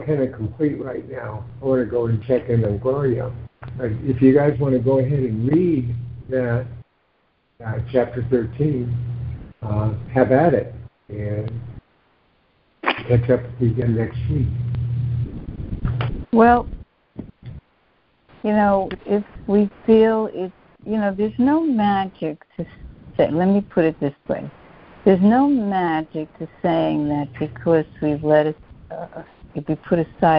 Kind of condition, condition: link, phone line